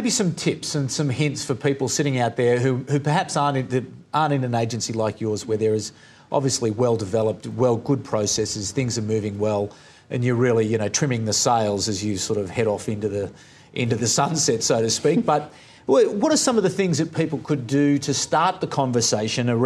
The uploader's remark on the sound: This interview is taken from a live webstream at the ACT Digital Hub in Gungahlin Library back in 2014.